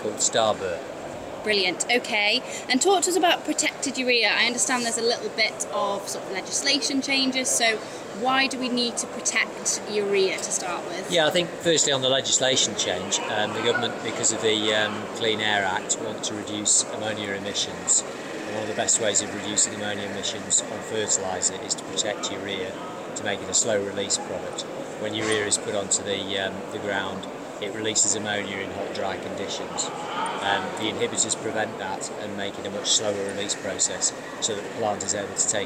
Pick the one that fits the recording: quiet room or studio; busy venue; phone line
busy venue